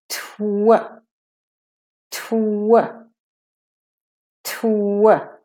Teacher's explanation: So first you put your tongue tip up on the bony, in the middle of the bony ridge, up behind your front top teeth for the T. And as you drop your tongue tip down to finish the second part of the T and make the air, at the same time you begin to move your lips forward for the W. Your tongue drops down, your cheeks move in as you move your lips forward, and then you drop your jaw a bit for the W.